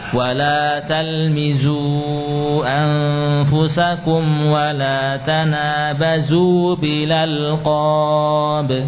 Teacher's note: Jadi hamzahnya dihapus, ya. Lalu dipindahkan fathahnya ke lam. Bil a menjadi bila. · Term: nakal